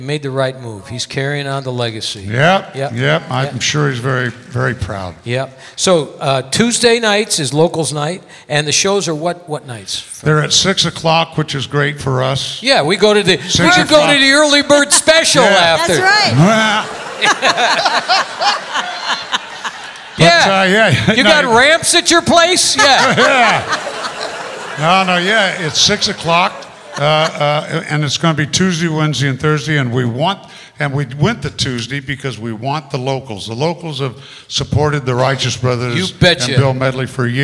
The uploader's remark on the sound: Live at the South Point Casino